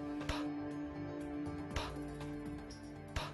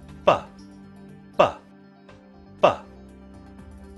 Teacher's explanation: Did you feel a vibration with p or with b? You should have felt a vibration with b. · Shown in: second take